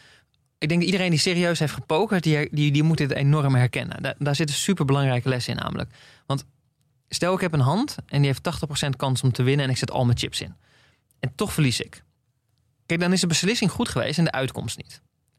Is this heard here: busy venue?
no